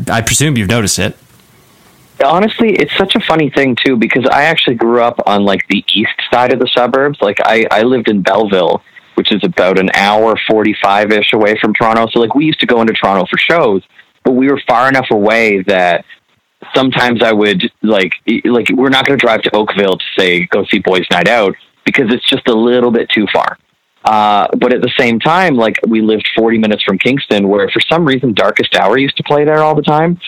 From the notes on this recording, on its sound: We hopped on the phone one day (some dodgy cell service up in Canada)